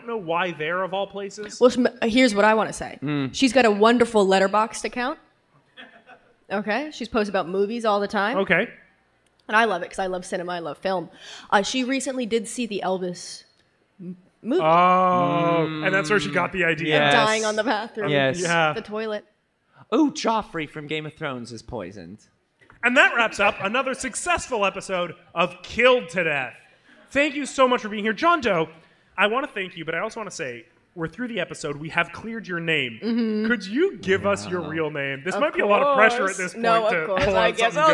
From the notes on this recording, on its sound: Recorded live at Canada FanExpo.